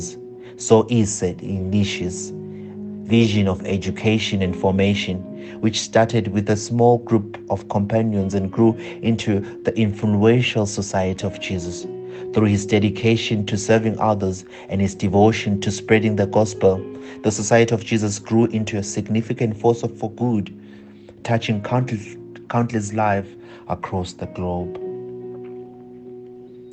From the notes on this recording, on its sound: Preached at Holy Trinity Catholic Church in Braamfontein, South Africa.